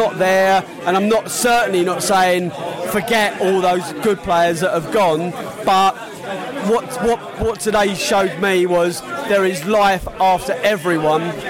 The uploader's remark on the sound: Post -match podcast from the pub.